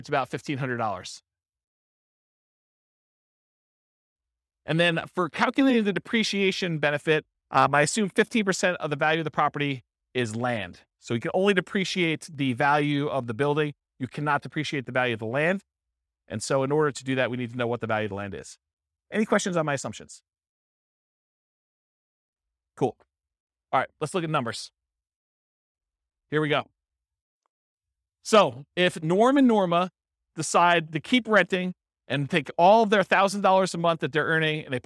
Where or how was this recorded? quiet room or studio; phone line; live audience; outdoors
live audience